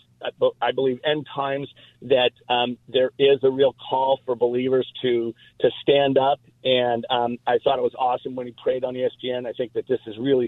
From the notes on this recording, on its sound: Open Phone Friday